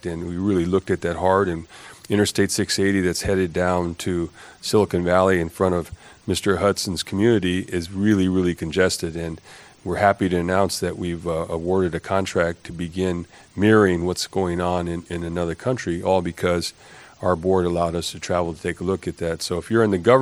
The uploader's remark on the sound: PTV Panel debate Singapore. This is a recording of an excellent PTV-led debate. The panel debate took place at the ITS World Congress in Singapore. It started with a presentation about PTV Optima before a debate.